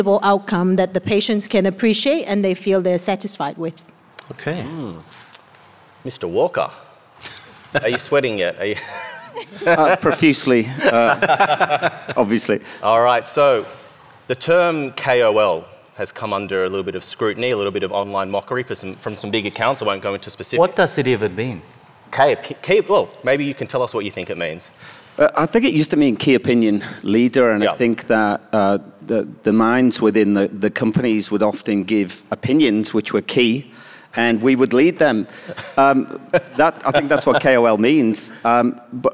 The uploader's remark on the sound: Our first ever live podcast - A23. A live podcast with a large selection of guests.